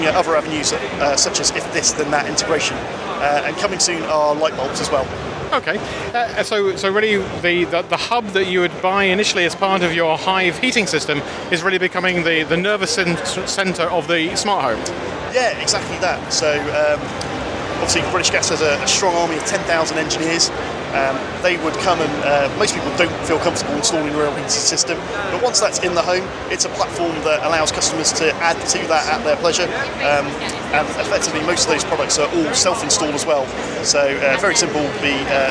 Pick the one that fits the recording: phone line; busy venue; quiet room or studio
busy venue